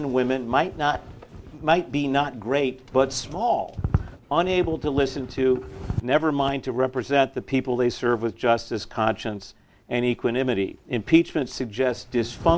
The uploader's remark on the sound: The panel took place at the New York Society for Ethical Culture.